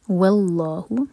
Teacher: لام جلالہ ہیوی، واو لائٹ